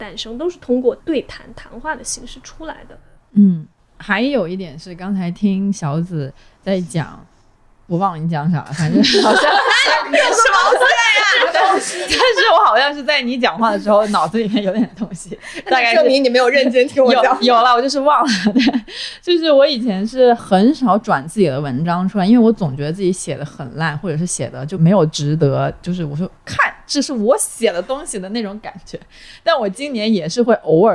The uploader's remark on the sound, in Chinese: 因为录制当时有施工声，后期剪辑做了处理后导致人声没那么清亮。